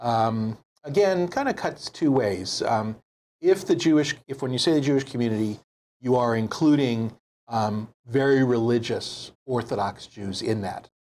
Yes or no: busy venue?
no